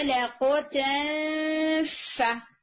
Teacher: जो आपके ऊपर वाले दांत हैं वो नीचे वाले होंठ को टच करेंगे जब आप इख्फा करेंगे